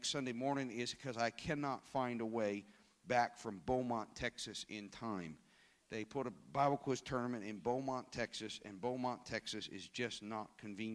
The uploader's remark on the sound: This service was recorded live at Newark United Pentecostal Church.